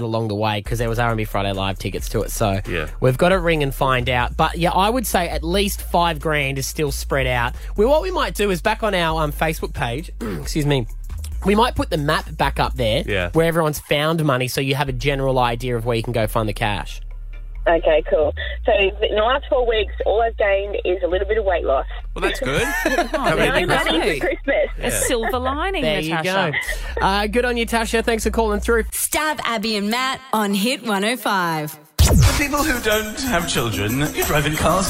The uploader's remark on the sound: called in for an exclusive chat